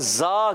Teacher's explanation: زبان کی نوک اور دونوں دانتوں کے اندرونی کنارے سے